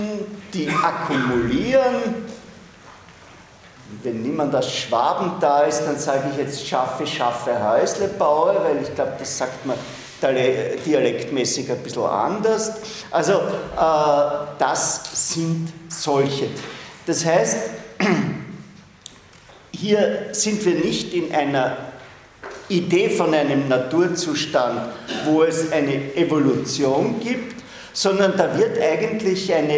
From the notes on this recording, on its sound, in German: Diese Vorlesung wurde von Studierenden aufgenommen